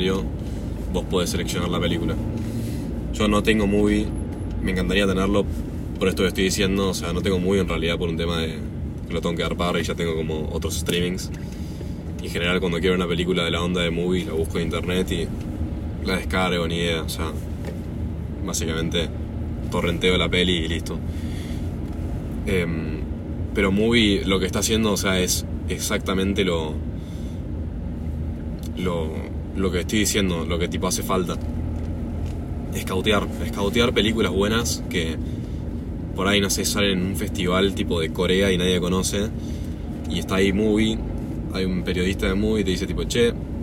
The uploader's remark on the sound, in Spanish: Hablando en el auto. Entre bocinas, balizas y una mala calidad de audio grabo un podcast en el auto.